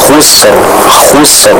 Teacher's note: huruf sin dialirkan, bukan dipantulkan